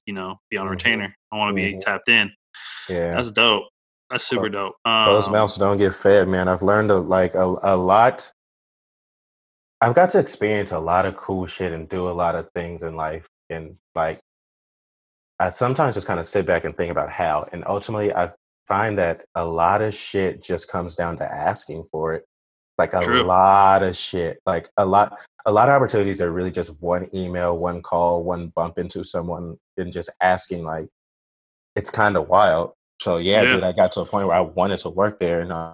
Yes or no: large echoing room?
no